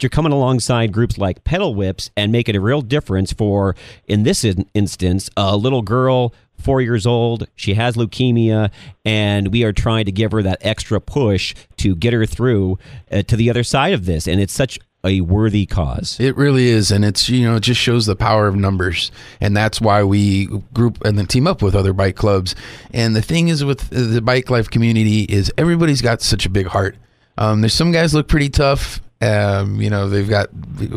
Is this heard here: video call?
no